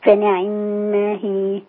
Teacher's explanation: أنت كده بتختلس العين بقراءة تانية، لكن عايزين نكسر العين زي ما كسرنا النون. فنعما هي.